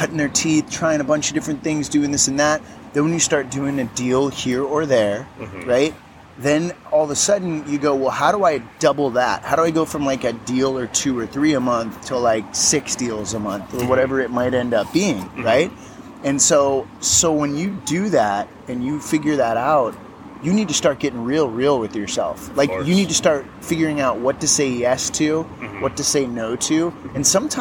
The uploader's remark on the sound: go outside and record this podcast while sitting on a pier by a lake with ducks in Orange County